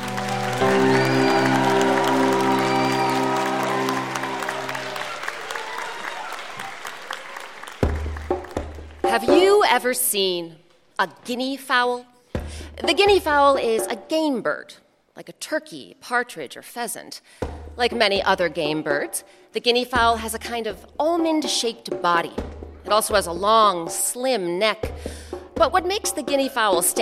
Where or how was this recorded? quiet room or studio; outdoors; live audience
live audience